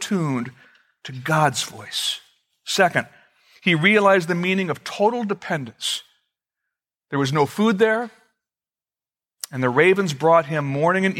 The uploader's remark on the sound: Originally recorded February 23, 2014, at Fellowship Missionary Church, Fort Wayne, IN.